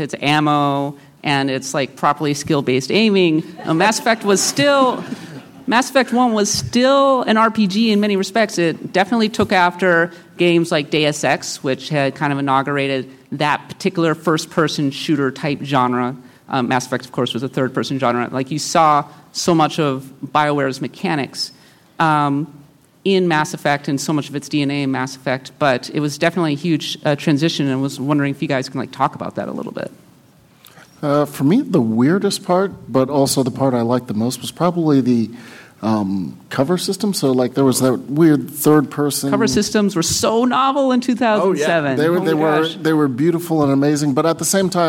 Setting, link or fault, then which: setting, live audience